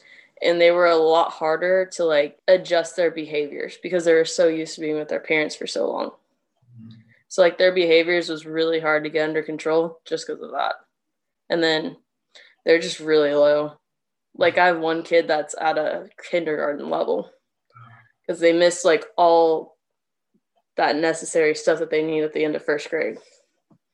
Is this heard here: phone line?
no